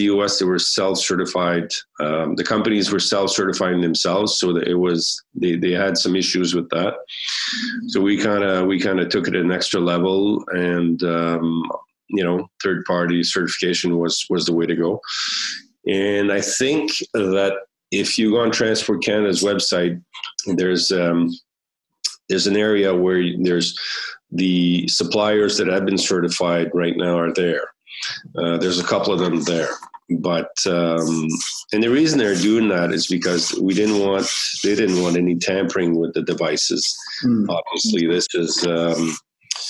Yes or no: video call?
yes